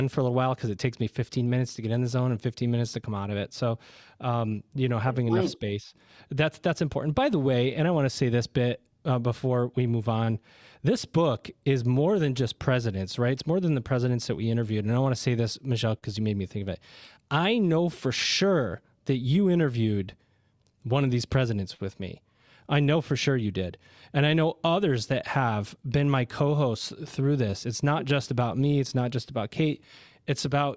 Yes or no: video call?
no